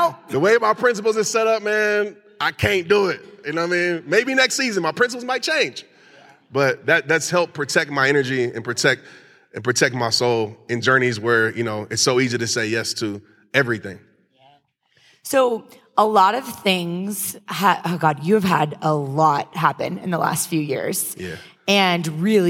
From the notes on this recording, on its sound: recorded at the empowerHER LIVE event